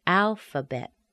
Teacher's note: Al is a primary stress. F is a schwa. Bet is a secondary stress. It sounds like e, the short e sound.